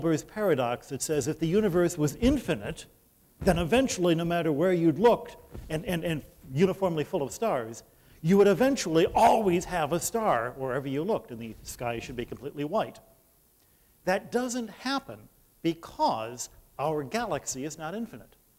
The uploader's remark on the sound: At the second Shulman Lecture of 2008 at the Whitney Humanities Center.